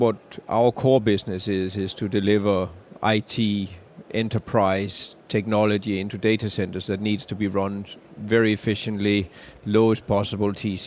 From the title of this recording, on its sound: LIVE from MWC 19 in Barcelona